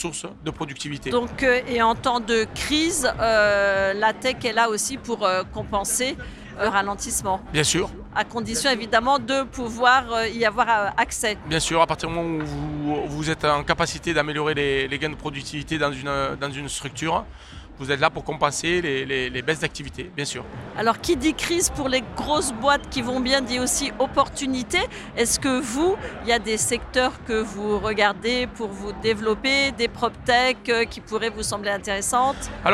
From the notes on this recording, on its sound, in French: Cette interview a été enregistrée en live du 10ème Salon RENT.